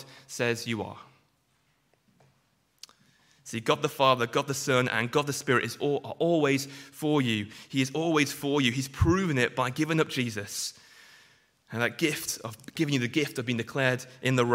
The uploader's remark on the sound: Sunday morning sermon preached